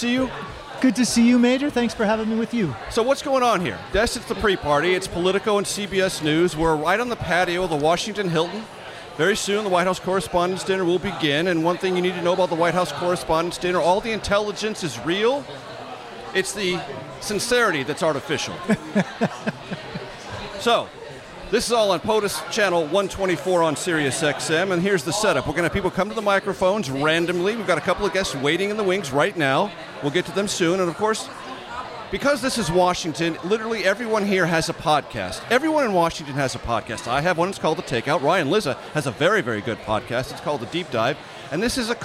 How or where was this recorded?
busy venue